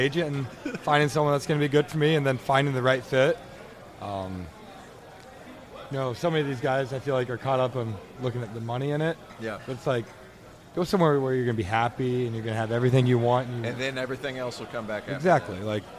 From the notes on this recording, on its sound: FIELD OF 68 LIVE! From Gordon Biersch!